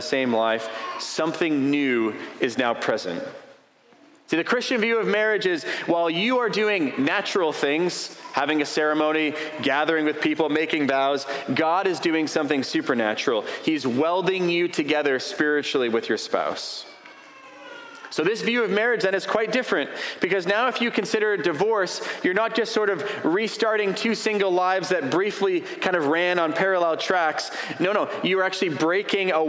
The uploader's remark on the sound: A sermon preached on April 30, 2023